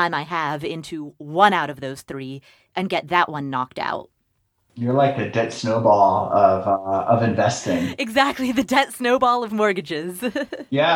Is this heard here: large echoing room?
no